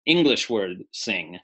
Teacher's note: Na, that N with the dot over it, that is the nasal that you hear in the word sing, English word sing, that's in the back of the throat.